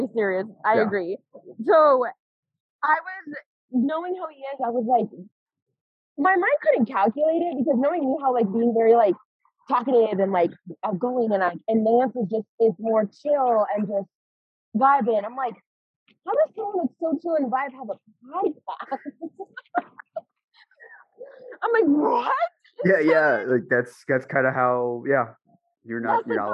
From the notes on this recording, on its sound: Apologies for the audio, we were tight on scheduling and did this over zoom where one of us was outside.